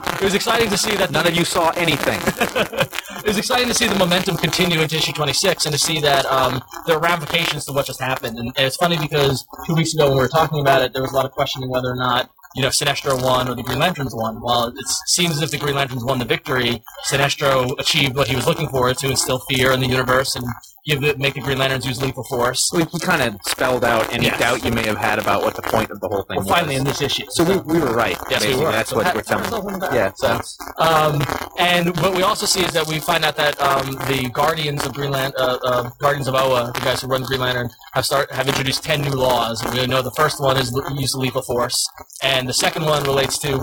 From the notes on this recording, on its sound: Live, from Jim Hanley's Universe. The live show gremlins have reappeared.